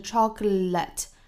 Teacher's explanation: 大家注意尾音呢，不要读成了一个卷舌的这个音